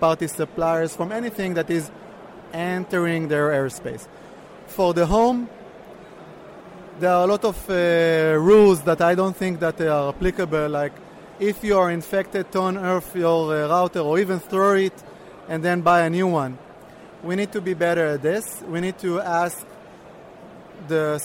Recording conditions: busy venue